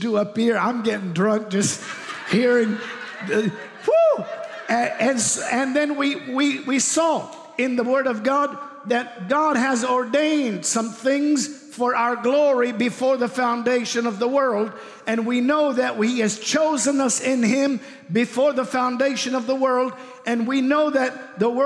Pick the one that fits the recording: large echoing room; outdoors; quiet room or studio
large echoing room